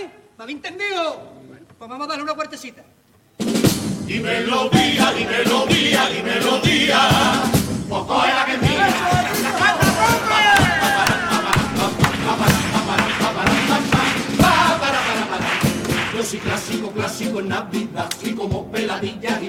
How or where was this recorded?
live audience